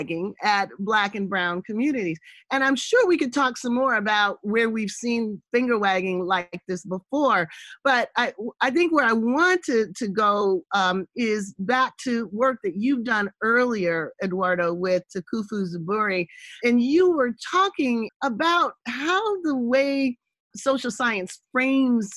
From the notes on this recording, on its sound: a virtual conversation over Zoom